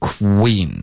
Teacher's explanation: 个呢就是一个非常弱的一个 queen 有点像中文我们说比如夸的这个哇哇的这个 w 的音这个就不够紧了嘴唇要更紧一点